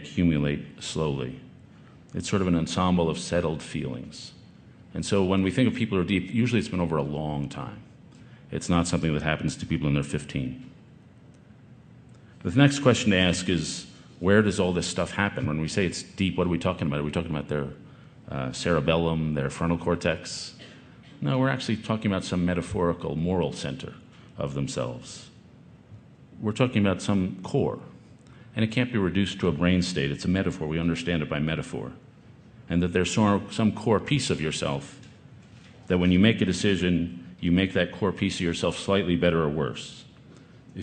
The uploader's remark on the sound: This talk, recorded last summer at the Aspen Ideas Festival